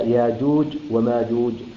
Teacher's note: فقرأ قالون بإبدال الهمزة المفرد الساكن حرف مد من جنس حركة ما قبله في كلمات معدودة، وهي لفظ يأجوج ومأجوج بسورتي الكهف والأنبياء، حيث أبدل الهمزة ألفا يقرأها هكذا ياجوج وماجوج، نعم بدون هم بالإبدال، أي تبدل ألف ياجوج وماجوج.